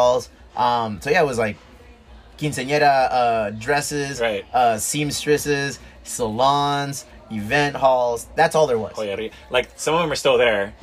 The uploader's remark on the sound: a conversation we did on location at his Chula Vista historic dive bar, The Elwood